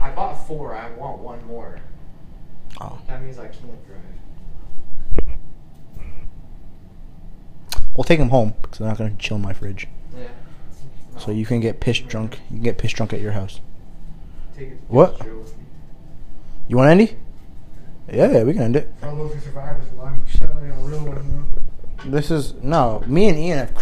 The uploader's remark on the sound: There was a problem with the mic, so work with us on the audio.